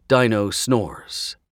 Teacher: The rhythm is very Mozart, she told me, making the word form a quick triplet